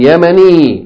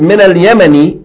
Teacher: He's Yemeni, but with ya, not with just a single vowel. · Term: Kasra ya